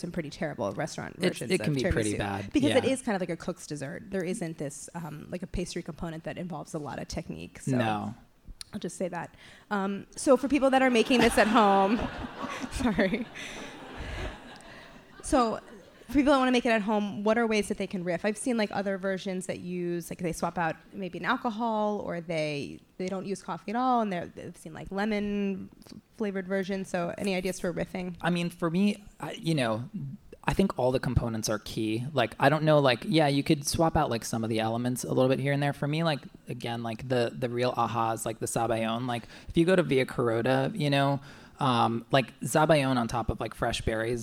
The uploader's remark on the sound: we air a conversation from our live show a few weeks back